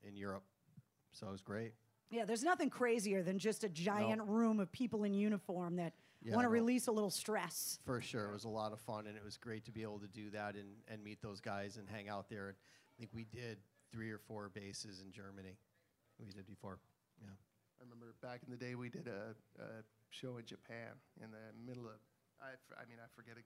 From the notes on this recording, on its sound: at Newbury Comics in Natick, during Vinyl For Vets, for a live a coustic set